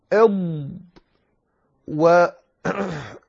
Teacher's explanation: يمتلئ ما بين اللسان والحنك الأعلى بالهواء، ولذلك من خاصية الضاد الاستطالة